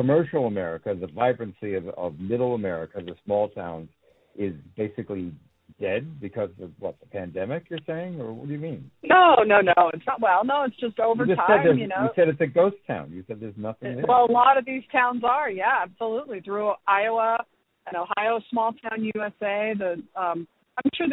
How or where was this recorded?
phone line